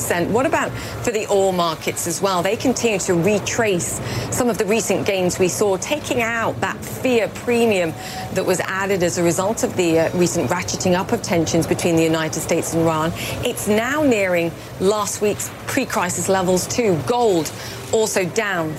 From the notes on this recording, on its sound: Live from the New York Stock Exchange.